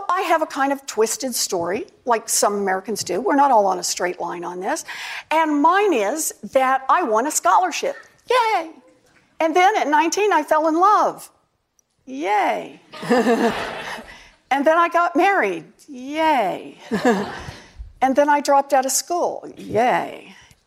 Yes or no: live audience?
yes